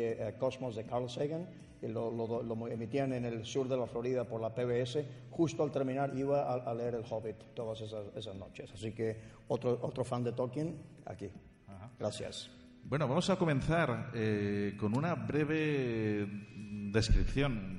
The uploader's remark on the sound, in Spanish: Grabado el pasado viernes 5 de Abril en el Auditorio del Centro Cultural Puertas de Castilla de Murcia.